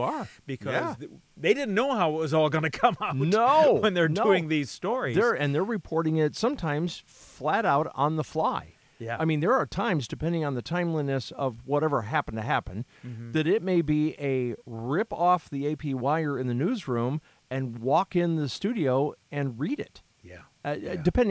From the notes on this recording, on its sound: on a deck at sunset overlooking a lake in southwest Michigan